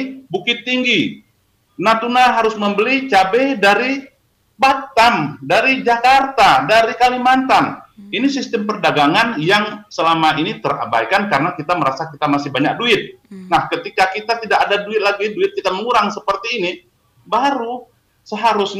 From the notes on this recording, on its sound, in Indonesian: Video Conference. Via aplikasi Zoom.